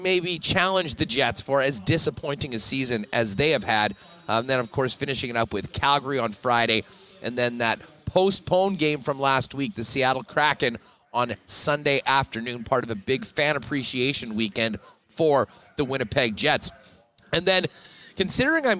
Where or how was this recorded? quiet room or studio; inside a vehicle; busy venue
busy venue